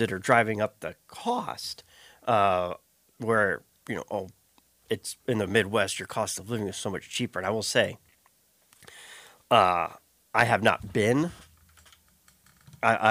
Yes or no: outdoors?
no